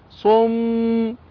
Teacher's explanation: فكلمة عم تكون ميم حرف مشدد موقوف عليه بغن حركتين